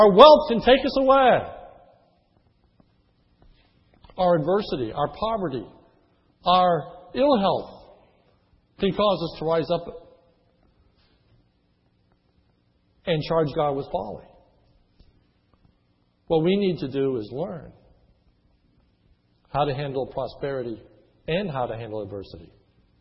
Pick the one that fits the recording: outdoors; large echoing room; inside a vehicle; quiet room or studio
large echoing room